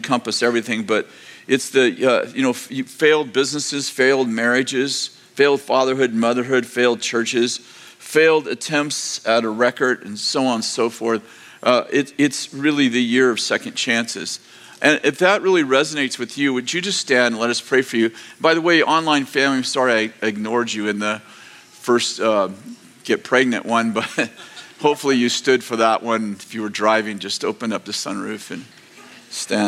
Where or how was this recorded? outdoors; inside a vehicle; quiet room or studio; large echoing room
large echoing room